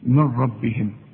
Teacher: ده ادغام كامل بدون غنه